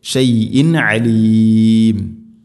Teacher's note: തൻവീന് ശേഷം ഐൻ ഇദ്ഹാർ വെളിവാക്കണം, അവിടെ മണിക്കരുത്.